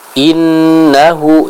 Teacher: kita baca dengan gunnah yang sempurna, suara yang benar-benar dimasukkan ke dalam hidung